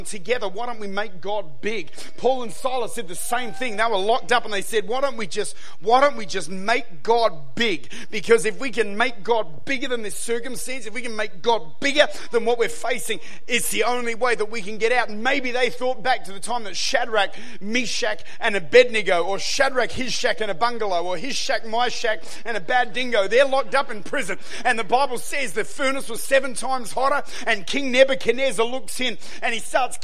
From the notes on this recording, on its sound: Recorded at Lifepoint Church